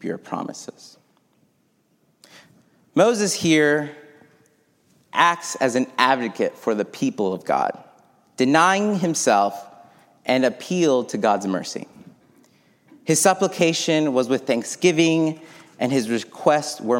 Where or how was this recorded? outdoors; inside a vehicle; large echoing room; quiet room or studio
large echoing room